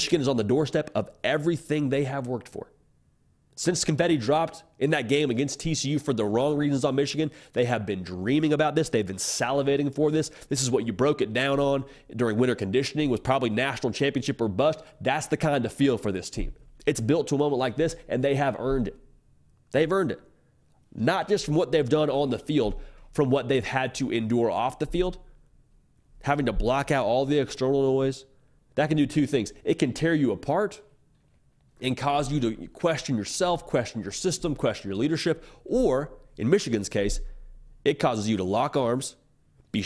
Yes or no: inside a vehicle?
no